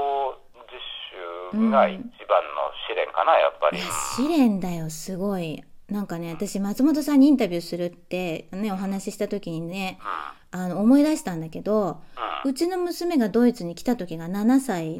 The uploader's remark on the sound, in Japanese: 電話インタビューをしました